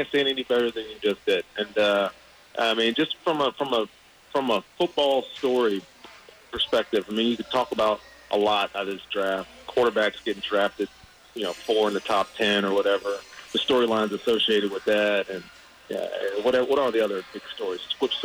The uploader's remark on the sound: called in Friday night from the NFL Draft in Dallas!